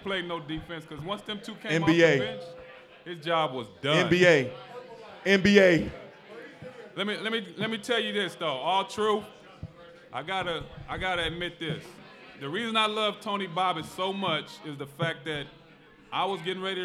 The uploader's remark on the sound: LIVE at Mio's!